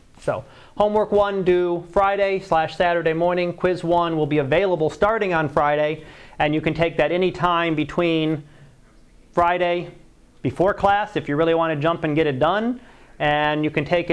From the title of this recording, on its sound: Live Class Lecture